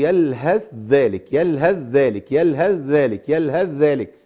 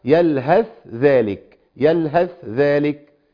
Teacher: اتفق على ادغام الثاء في الذال في موضع الاعراف · Shown in: first take